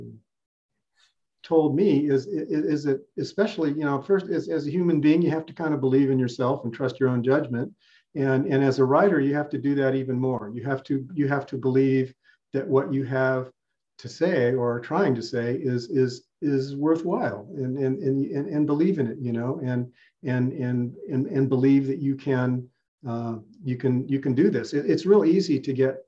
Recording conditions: video call